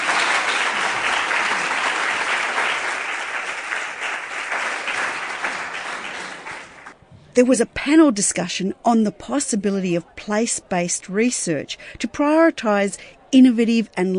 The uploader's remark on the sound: Highlights from the 2018 Indigenous Place and Partnerships Conference held at the University of Melbourne in April 2018. Selections of presentations and interviews with presenters and conference participants.